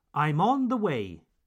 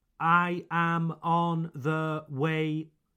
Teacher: Now, if you use this expression, I'm on the way, you can put the stress, mettre l'accent sur, put the stress on the words on and way · Shown in: first take